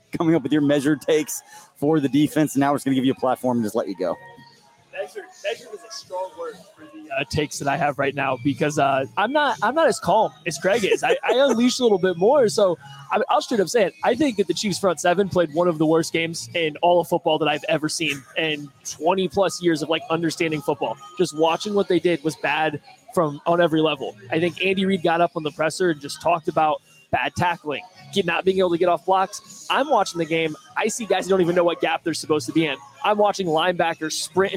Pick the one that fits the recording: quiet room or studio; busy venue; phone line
busy venue